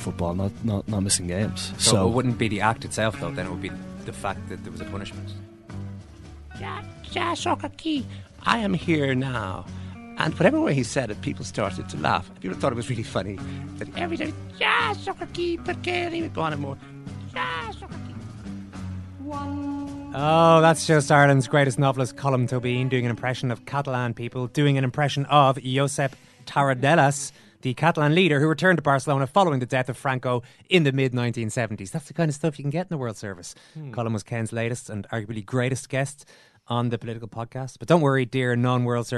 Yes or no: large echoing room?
no